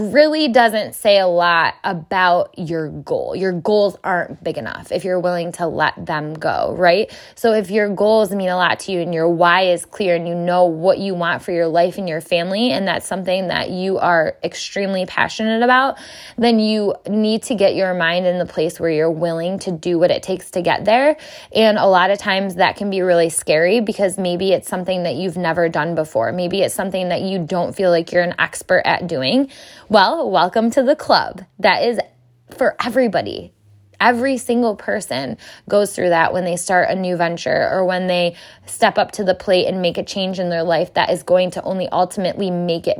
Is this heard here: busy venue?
no